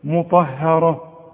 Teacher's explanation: الراء مفخمة والطاء كمان مفخمة